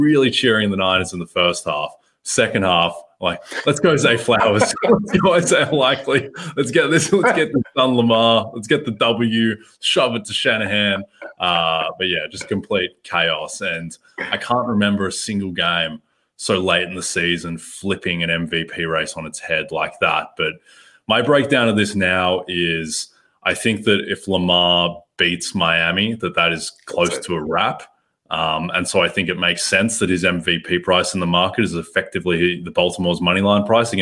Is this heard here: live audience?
no